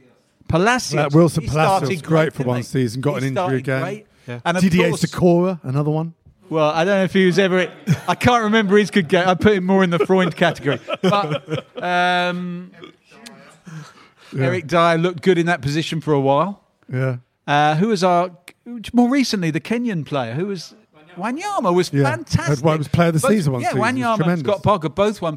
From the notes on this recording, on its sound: Joined by a live audience in N17.